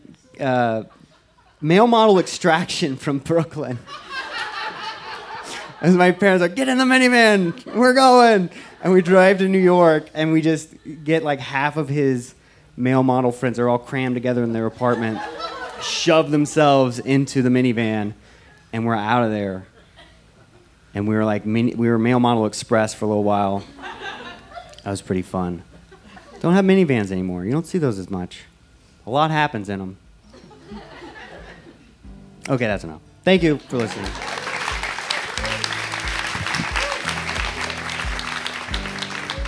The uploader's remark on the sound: This story was recorded live on 21 June 2017 at Buntport Theater in Denver, Colorado.